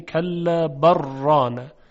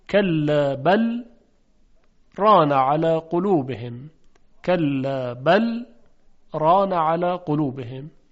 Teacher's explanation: خب ببینید در اینجا درست است که لام بل باید در حرف را ادغام بشه، یعنی کلا بر ران، منتها در روایت مشهور از حفص در اینجا یک سکتی وجود داره، یعنی یک مکسی میکنیم روی لام بل و ادغام انجام نمیدیم بلکه اظهارش میکنیم · Shown in: second take